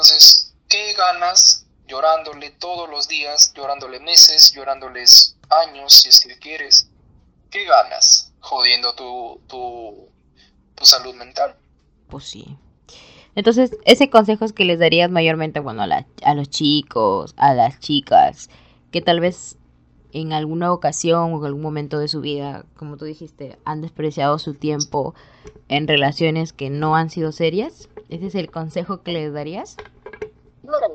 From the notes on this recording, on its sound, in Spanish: Un podcast que no tiene el mejor audio.